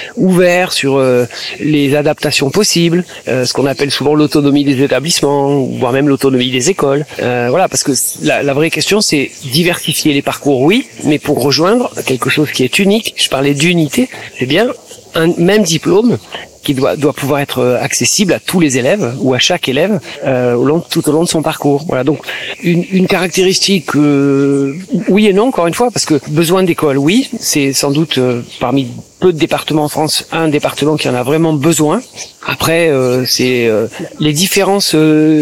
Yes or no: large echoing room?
no